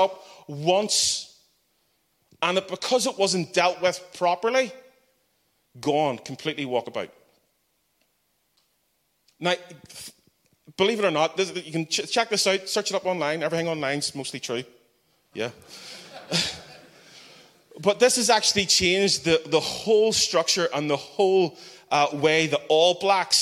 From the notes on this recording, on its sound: The final keynote of our Regular Joes Conference.